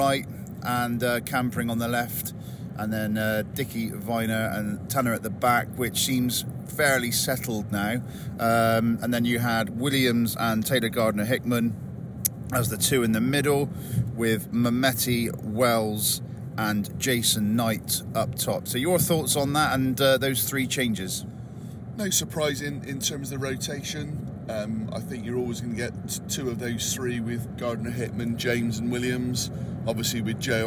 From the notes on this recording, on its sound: A podcast recorded in the car on the way home.